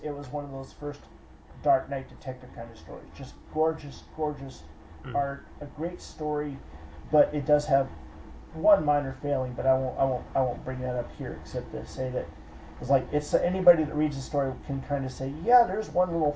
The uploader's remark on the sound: There were some issues with the audio recording this month, we apologize for the extra noise. My fault, the wrong mic was recording.